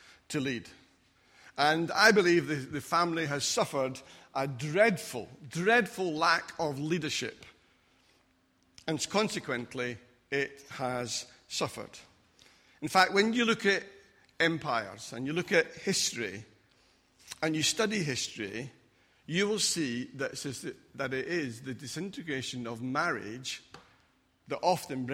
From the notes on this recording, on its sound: Recorded at freedomcentre church, Preston.